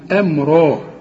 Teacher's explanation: هنقول هنا أم أرى. الهمزة في القرآن دائما مرققة والميم كمان مرققة